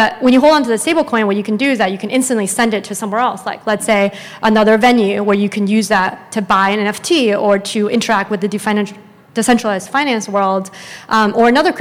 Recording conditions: busy venue